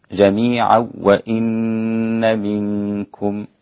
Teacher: إذا وصلت الآيتين ببعض أسقطت الغنة للإمام خلف عن حمزة